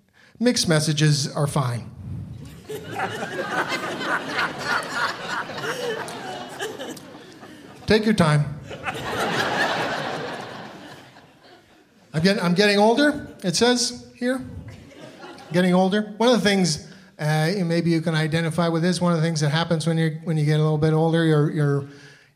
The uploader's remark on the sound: From the Big Sound Comedy Festival in Parry Sound